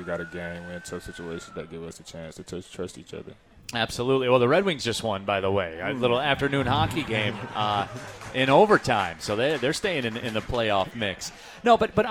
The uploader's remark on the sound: live from RJs Pub in Rochester Hills!